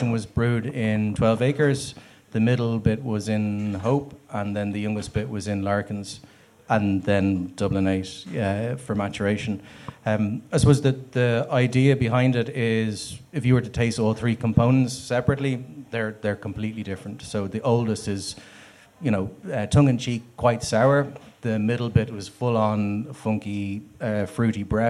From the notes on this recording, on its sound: Live at The Circular. We hosted this live event in The Circular in Dublin 8. This is Part 1 of the recording of the event.